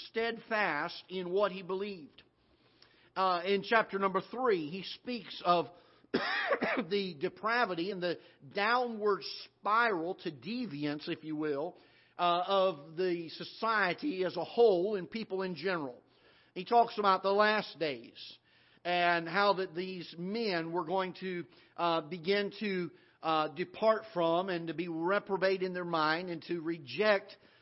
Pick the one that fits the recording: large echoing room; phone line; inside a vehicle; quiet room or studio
large echoing room